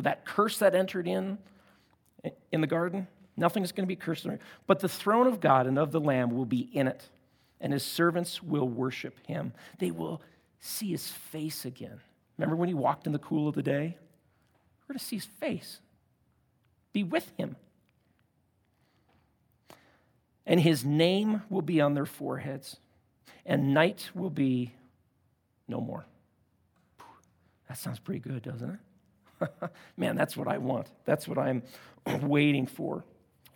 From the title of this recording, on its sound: at Timberline Church